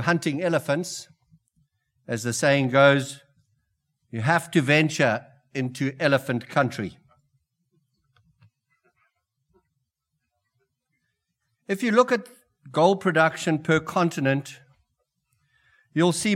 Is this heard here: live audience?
yes